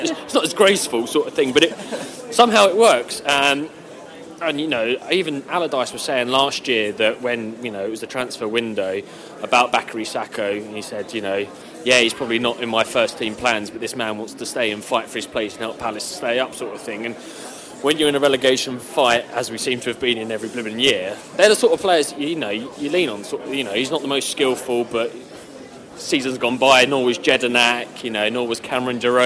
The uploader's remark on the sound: post-match press conference at Selhurst Park